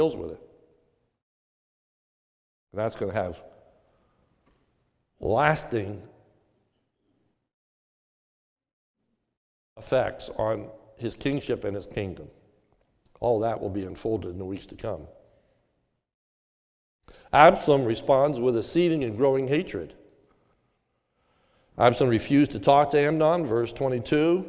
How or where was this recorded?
large echoing room